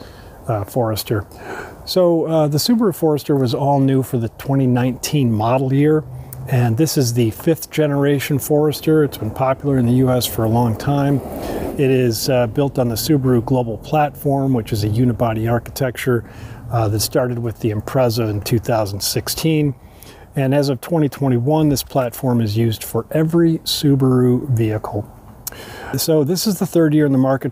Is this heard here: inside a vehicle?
yes